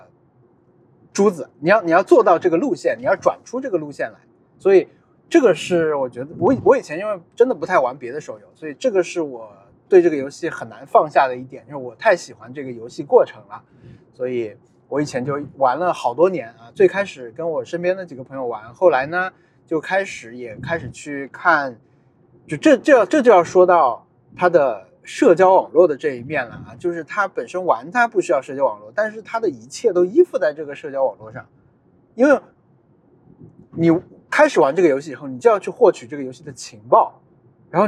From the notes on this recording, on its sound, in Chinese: 本期节目在车内录制，视听体验都不怎么样。踢球回家路上。